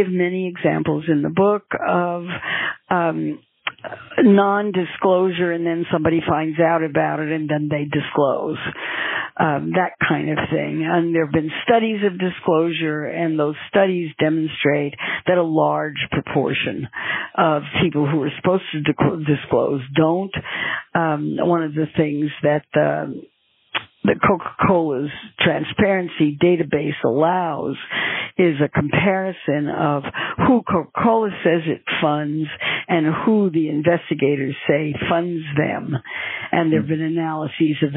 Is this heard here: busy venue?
no